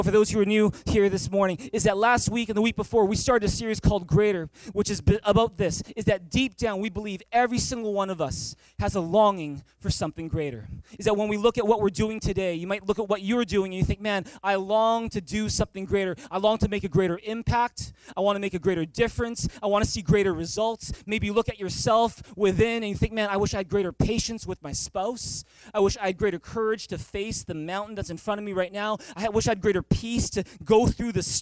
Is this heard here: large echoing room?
yes